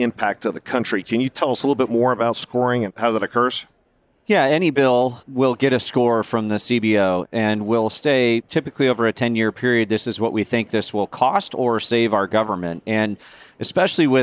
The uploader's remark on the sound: Recorded live at the 2023 Annual Meeting.